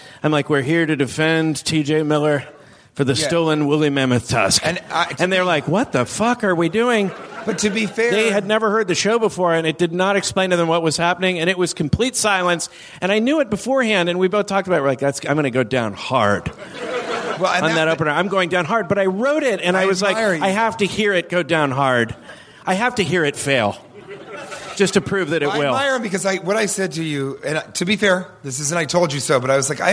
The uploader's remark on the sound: Live from Portland!